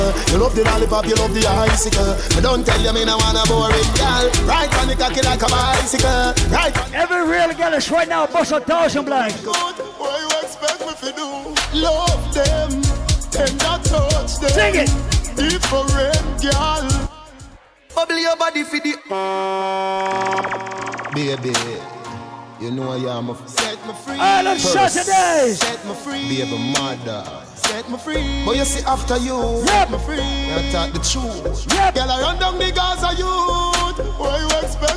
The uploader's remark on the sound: LIVE AT ISLAND SATURDAYS - 3/23/19